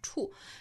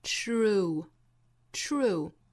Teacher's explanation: 不要发成了汉语之中那个触角的触哈，不是触，要注意里面有一个 r 的音 · Shown in: second take · ，ch r ch r chr，再去加元音的 u true true.